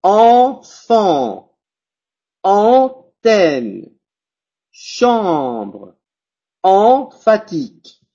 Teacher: Ojo, son nasales. El sonido sale tanto por la boca como por la nariz.